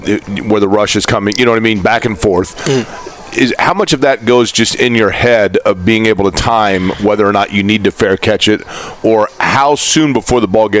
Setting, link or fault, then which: setting, busy venue